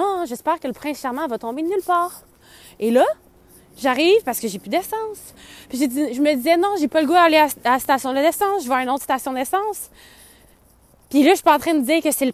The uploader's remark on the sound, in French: 2024 vient de kick in dans mon corps et je n'ai pas eu le choix de sortir marcher pour vous enregistrer un dernier épisode.